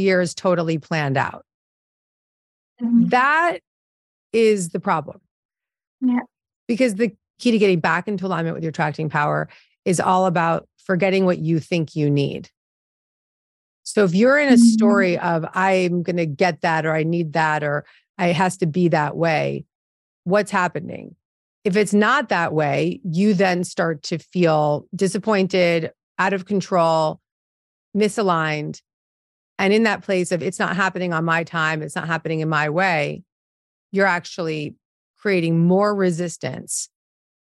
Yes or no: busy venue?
no